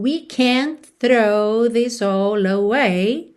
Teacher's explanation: frequentemente a gente não ouve esse T do can't